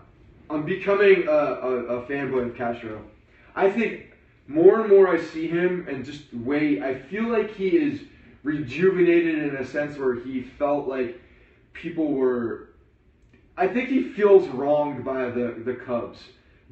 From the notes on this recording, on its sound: Late Night Periscope Edition. Live Periscope edition of the Bronx Pinstripes Show from Tampa! After attending the Yankees vs Orioles spring training game on Friday, we did a live recap podcast. Despite some technical difficulties with actually RECORDING the audio.